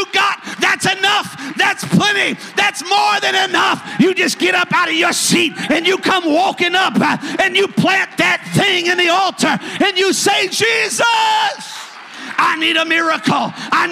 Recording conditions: large echoing room